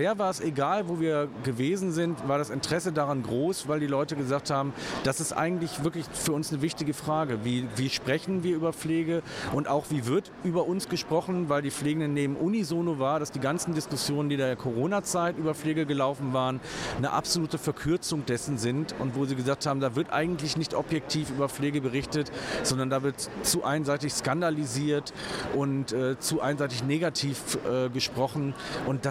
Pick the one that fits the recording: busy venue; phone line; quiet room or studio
busy venue